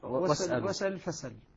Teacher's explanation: نقل حركة الهمزة إلى الساكن قبلها وإسقاط الهمزة · Term: النقل